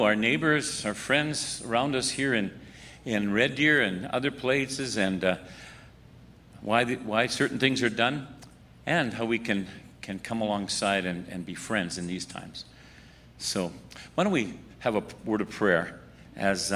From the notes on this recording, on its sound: The Worship Service for the Red Deer River, a Lutheran Brethren Church Plant, recorded for June 20, 2021.